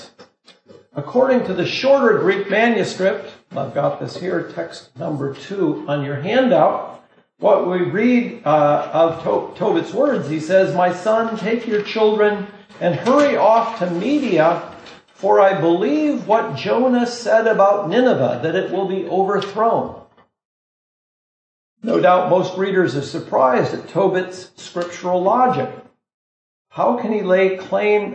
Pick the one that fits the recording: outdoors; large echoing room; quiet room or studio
large echoing room